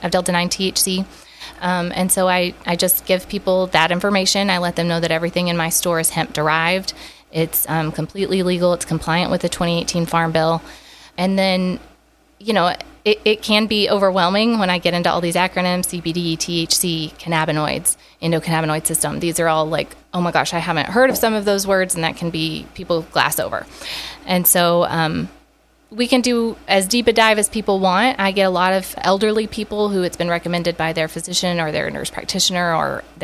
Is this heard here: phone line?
no